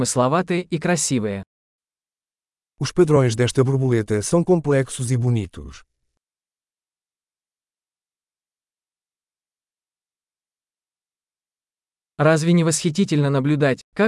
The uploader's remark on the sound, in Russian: Шум журчания ручья оказывает лечебное воздействие.